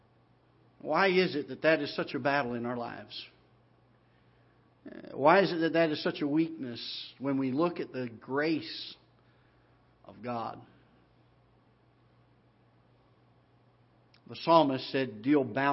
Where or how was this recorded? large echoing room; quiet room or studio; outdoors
large echoing room